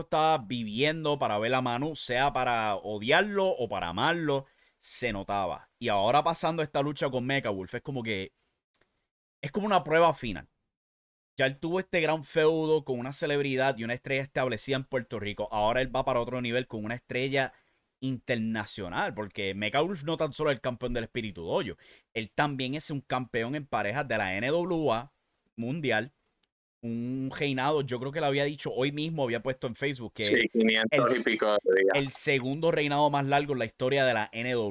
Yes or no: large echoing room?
no